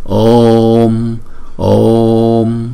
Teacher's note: Khi chúng ta đọc câu này thì chúng ta phải đọc chữ O hai nhịp.